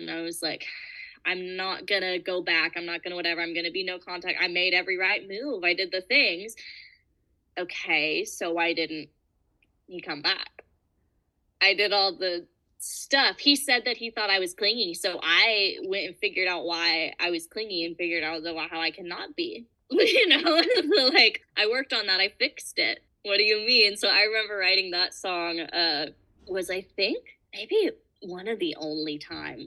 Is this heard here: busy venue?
no